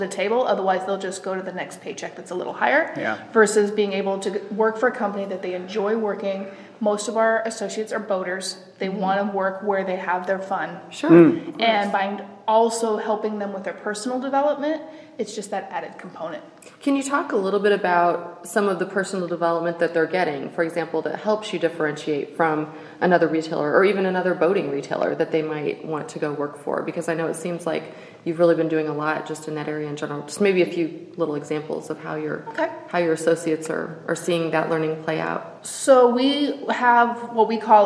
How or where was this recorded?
busy venue